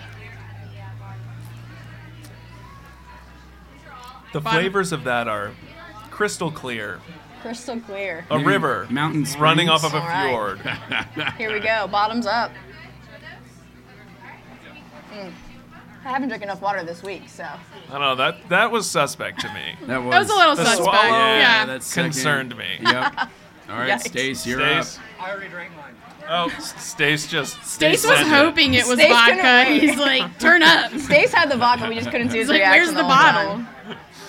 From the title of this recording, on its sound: Live from Hoopla 2022